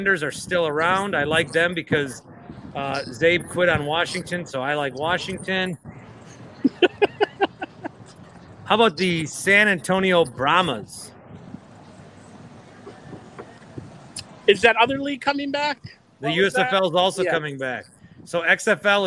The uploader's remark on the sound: on the scene at the Deer District